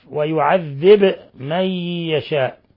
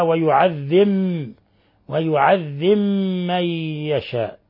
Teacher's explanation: قالون يدغم الباء في الميم وهذا من إدغام المتجانسين · Shown in: second take